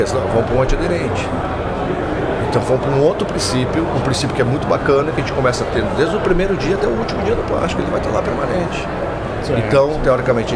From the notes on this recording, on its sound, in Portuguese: Ao vivo da Hortitec 2023